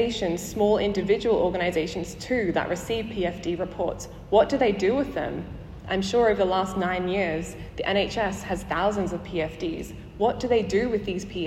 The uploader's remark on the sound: Live from the 2023 Chief Coroner's Conference